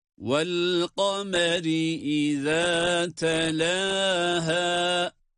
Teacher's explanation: Vel kameri derken kaf kalın, ra ince.